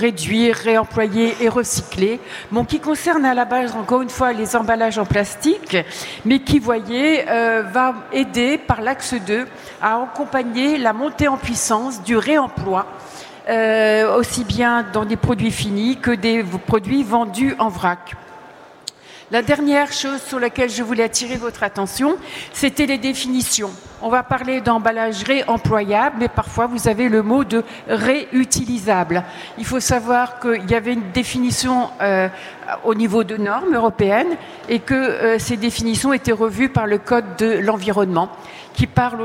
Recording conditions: busy venue